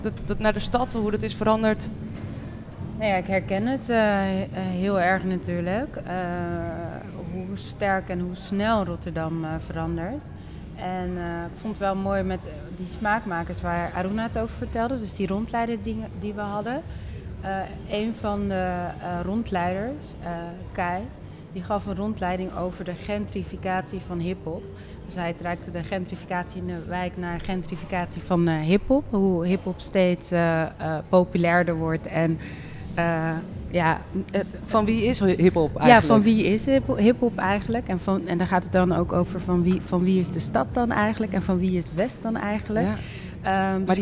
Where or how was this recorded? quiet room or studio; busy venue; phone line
busy venue